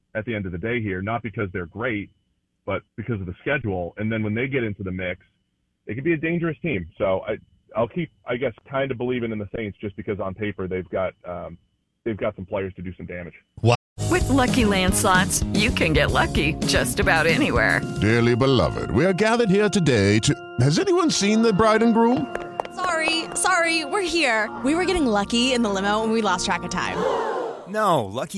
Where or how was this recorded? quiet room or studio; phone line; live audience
phone line